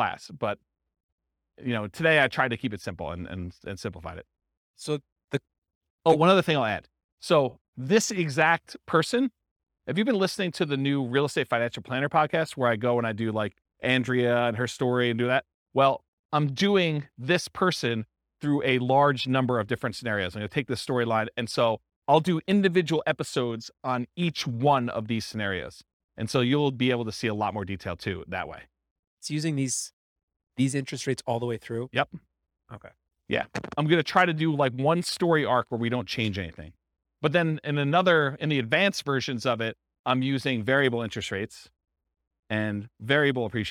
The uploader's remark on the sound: This was a live class recorded